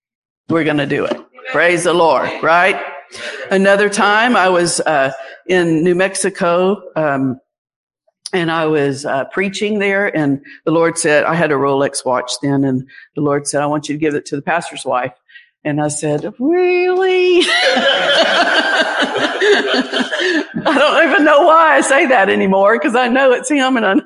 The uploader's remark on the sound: Recorded live at the 2023 Gulf Coast Convention.